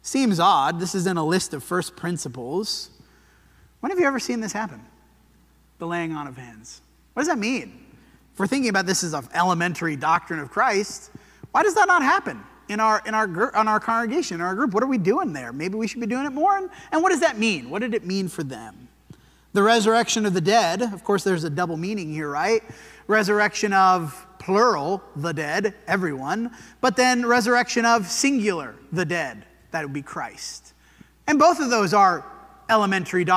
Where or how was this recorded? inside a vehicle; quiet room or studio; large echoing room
large echoing room